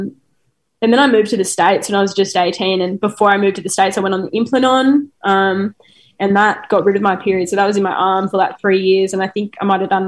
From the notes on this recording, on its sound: This episode was recorded while South Australia was in lockdown. Chatting over Zoom today. This podcast is recorded on the land of the Kaurna people.